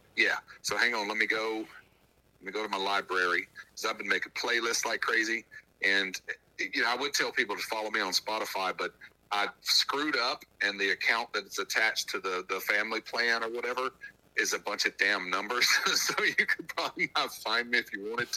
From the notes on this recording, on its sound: Burnt the phones lines for a quarantined version of Untapped & Vinyl. The quarantined version of having a beer with your music buddy over the phone.